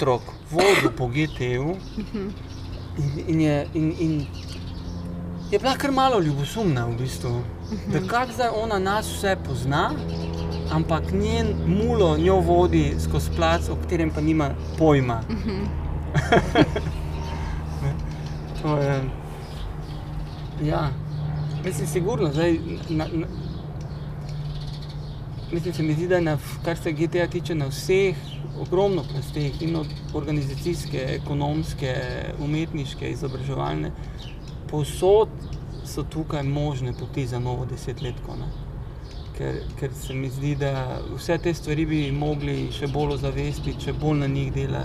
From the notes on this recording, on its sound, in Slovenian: na ulici pred hišo ter pred publiko